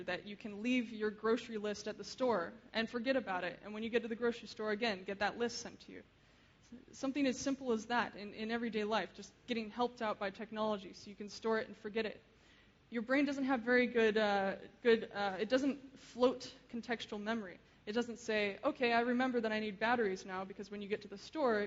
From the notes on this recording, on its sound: Keynote speech. Frontiers of Interaction 2011.